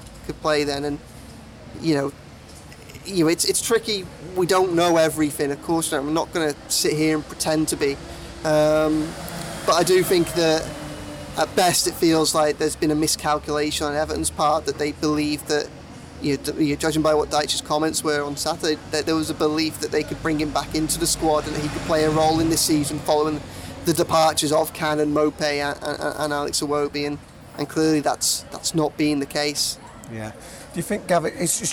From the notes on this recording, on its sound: catches the last sun of the summer outside Lovelock's Coffee Shop in the heart of Liverpool city centre